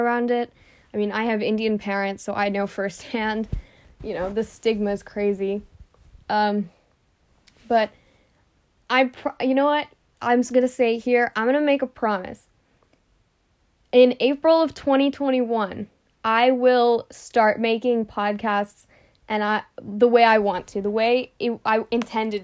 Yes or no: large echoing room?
no